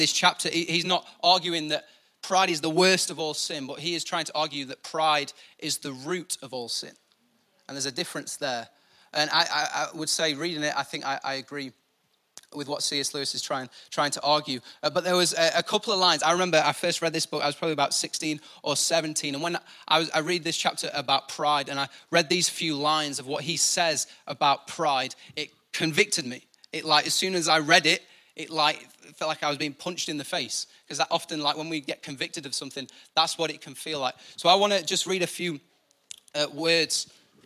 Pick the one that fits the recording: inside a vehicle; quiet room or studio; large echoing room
large echoing room